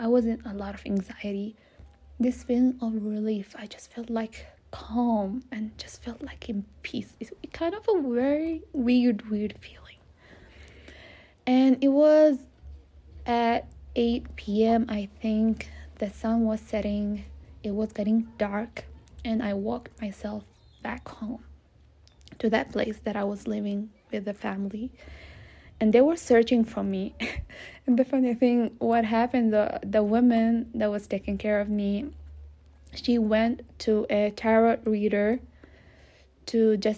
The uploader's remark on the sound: Please do understand this was not planned episode, so you might hear background noises and me stuttering or going back and forth with myself, or losing words.